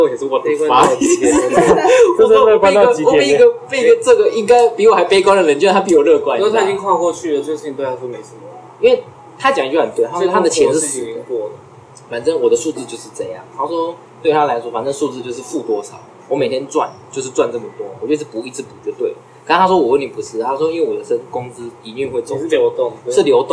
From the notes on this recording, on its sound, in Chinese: 隨意聊到要錄podcast，然後又不小心按到apple watch的錄音，結果不小心就上傳了。